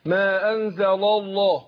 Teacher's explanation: اللام الأولانية مرققة ولام لفظ الجلالة إيه؟ مفخمة. اللام في الأصل مرققة إلا لام لفظ الجلالة بيعتريها التفخيم تارة والترقيق تارة أخرى، لام لفظ الجلالة.